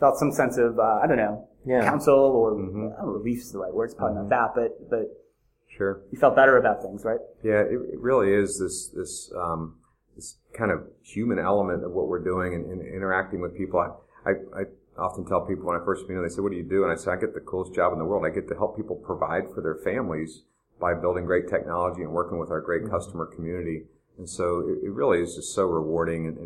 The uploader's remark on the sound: Live from Benefitfocus OnePlace 2015. Did a live show from the Benefitfocus OnePlace 2015 event in Orlando, Florida.